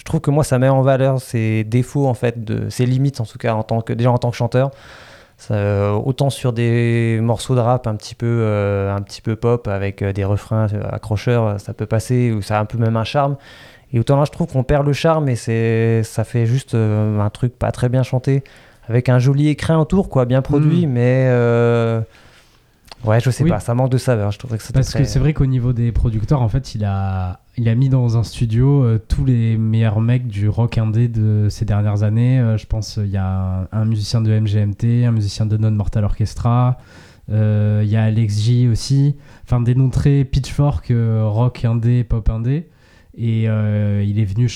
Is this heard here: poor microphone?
no